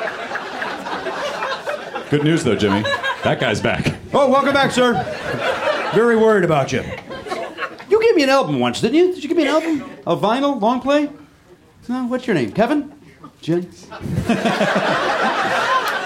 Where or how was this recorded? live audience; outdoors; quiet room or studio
live audience